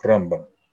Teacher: Рамбам всегда говорят с ударением на первый слог.